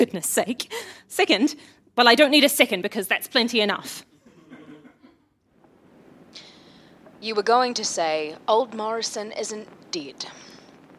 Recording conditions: live audience